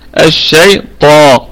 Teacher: الطاء في أعلى درجات التفخيم الشيء طاء لأنها مفتوحة وبعدها ألف.